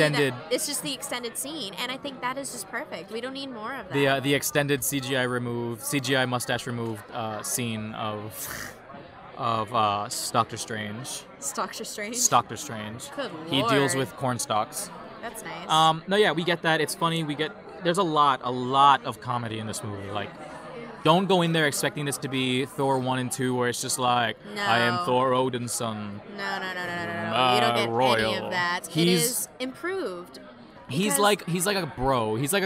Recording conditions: busy venue